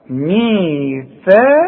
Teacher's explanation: هي ثاء مرققة لكن القاف مفخمة